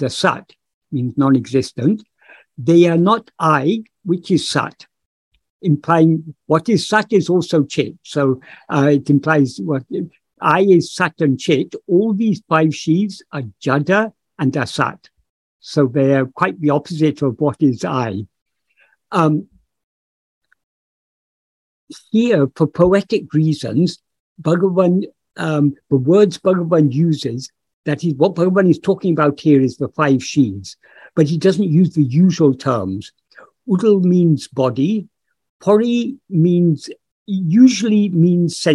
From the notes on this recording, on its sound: In a Zoom meeting with Ramana Kendra, Delhi, on 14th August 2022